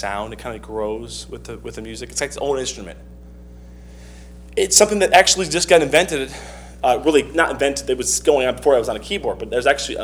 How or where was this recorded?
large echoing room